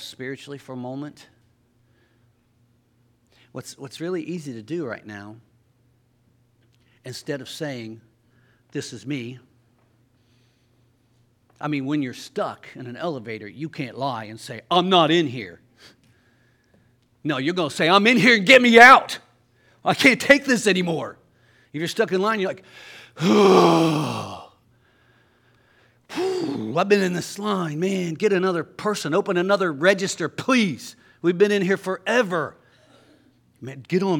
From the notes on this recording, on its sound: Sunday Morning Service.